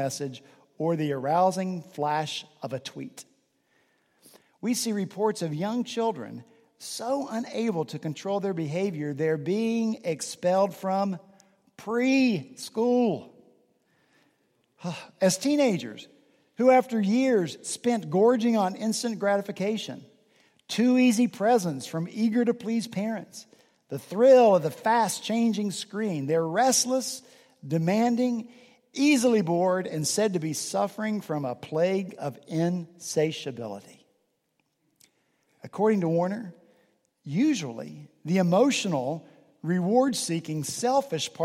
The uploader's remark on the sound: this past Sunday, November 5 at Redeemer Presbyterian Church in Charleston, SC